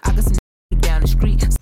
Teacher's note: instead of pronouncing it as STR, they'll say SKR.